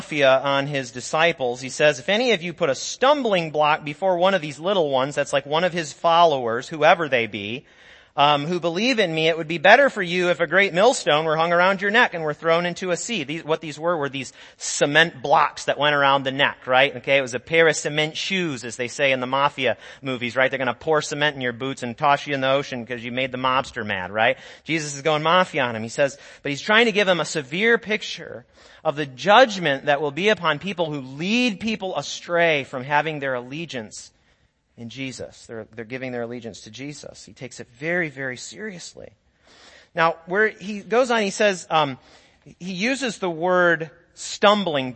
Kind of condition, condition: setting, large echoing room